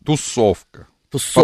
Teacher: ударение на второй слог